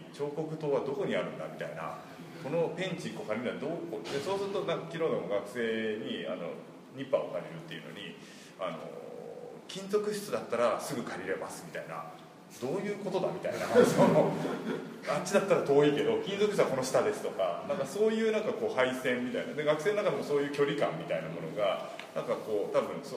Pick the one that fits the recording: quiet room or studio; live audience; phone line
live audience